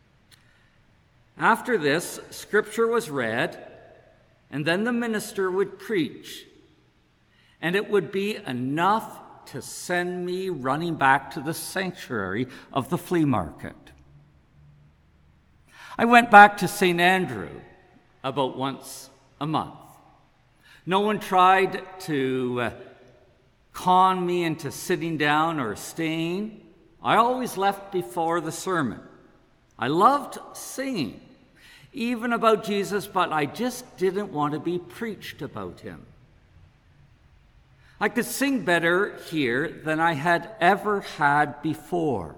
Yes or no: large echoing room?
yes